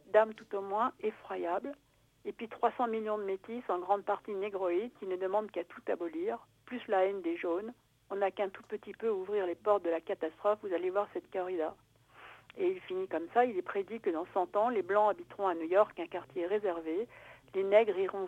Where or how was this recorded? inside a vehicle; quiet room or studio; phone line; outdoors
phone line